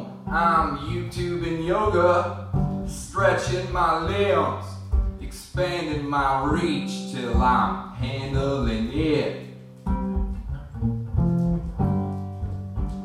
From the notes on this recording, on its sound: Recorded at Linneman's Riverwest Inn open mic on Wednesday April 1st, 2015.